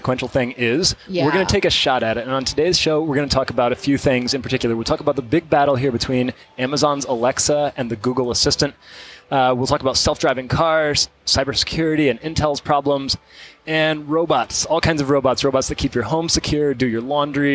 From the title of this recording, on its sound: Live from CES